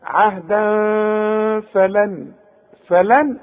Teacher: بعد الفتحتين فه والفه من حروف الاخفاء اخفي وغن